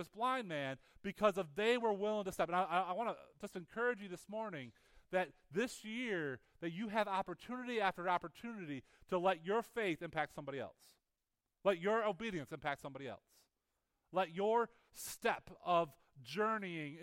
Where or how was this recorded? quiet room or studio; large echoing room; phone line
large echoing room